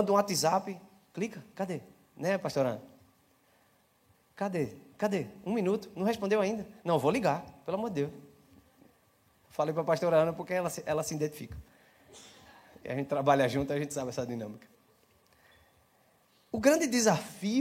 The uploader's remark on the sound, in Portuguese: Celebração ao vivo